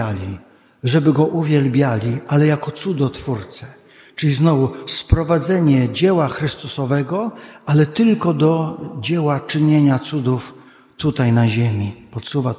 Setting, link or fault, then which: setting, large echoing room